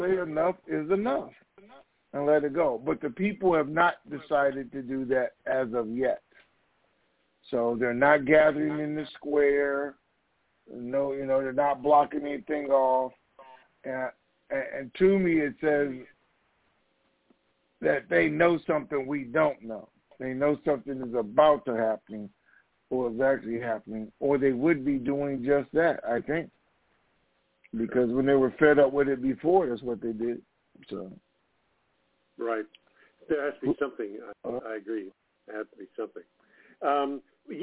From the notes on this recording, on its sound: TNTSuperfantastic Conference Call